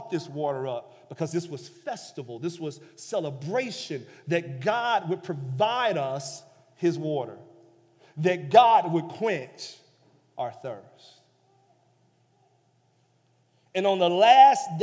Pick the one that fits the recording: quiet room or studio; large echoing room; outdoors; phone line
large echoing room